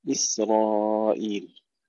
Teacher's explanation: تسكين السين بدون قلقلة، وأيضا ترقيقها، كثير من الإخوة يقولون إسرائيل، تفخيم السين يجعلونها صادا، بعضهم يقول إسرائيل بقلقلة وكلاهما خطأ، إسرائيل.